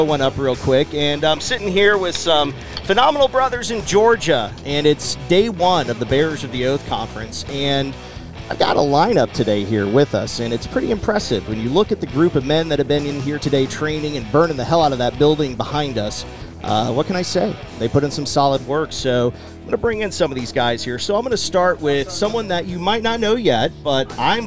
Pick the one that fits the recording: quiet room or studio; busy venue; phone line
busy venue